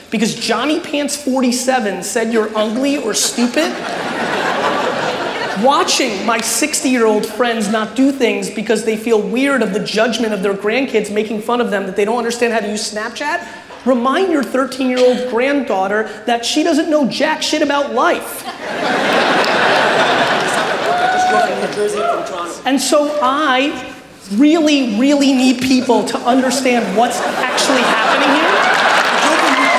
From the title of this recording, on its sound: A Keynote: Haste And Hustle Toronto 2018